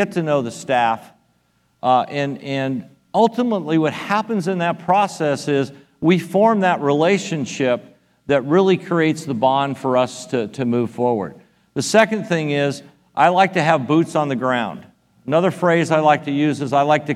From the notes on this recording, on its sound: Delivered a powerful talk about The Solomon Foundation at our REFRESH conference in Nassau, Bahamas.